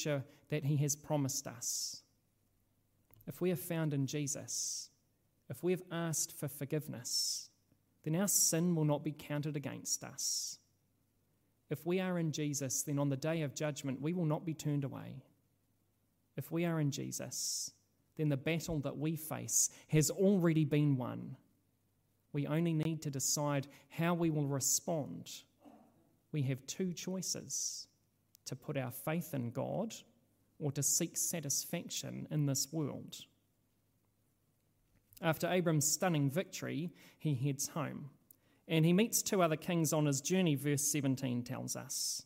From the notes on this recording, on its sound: This sermon was originally preached at Holy Trinity Richmond.